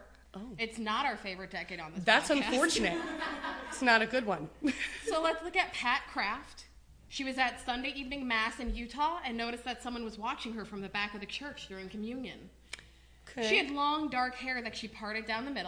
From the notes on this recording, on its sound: Live from the Women In Podcasting Festival. THAT'S RIGHT IT'S A LIVE EPISODE! We hope you will forgive the external noises, it was a small space with a very enthusiastic crowd.